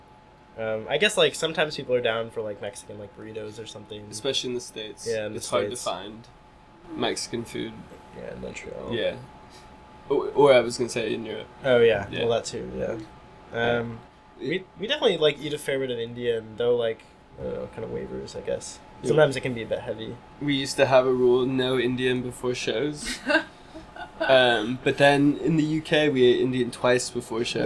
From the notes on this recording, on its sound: Recorded May 4th at the Sinclair in Cambridge, MA.